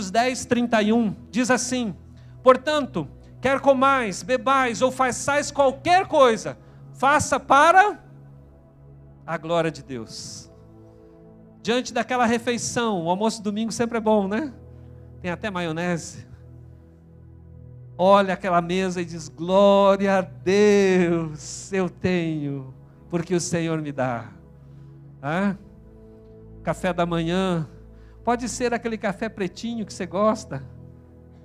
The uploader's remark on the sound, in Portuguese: na Igreja ABA Curitiba (Transmitido ao vivo)